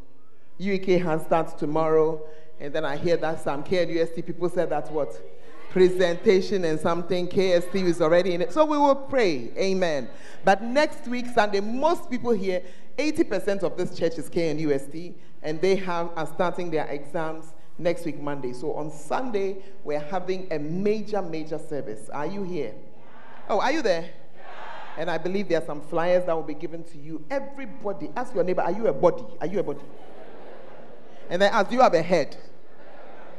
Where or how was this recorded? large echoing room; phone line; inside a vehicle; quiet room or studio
large echoing room